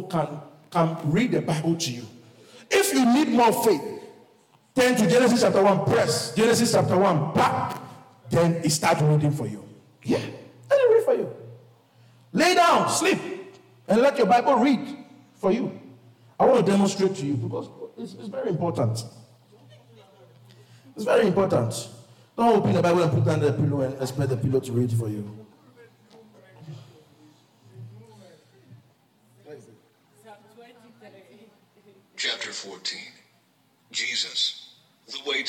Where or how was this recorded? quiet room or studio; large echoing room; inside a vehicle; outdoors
large echoing room